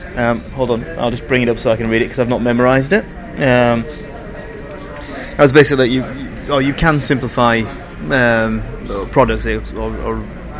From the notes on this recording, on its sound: In the bar of the Tryp Oriente at the end of day 2 of UXLx 2013 we settle down with a beer and reflect on the conference so far.